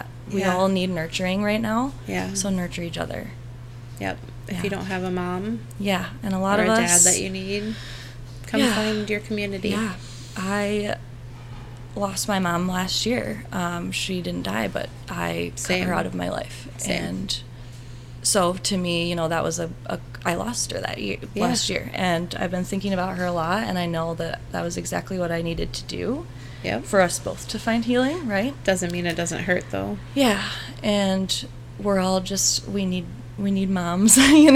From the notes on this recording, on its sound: We hope you enjoy the sounds of the city as we record in our store front at 8 Jefferson in GR, MI.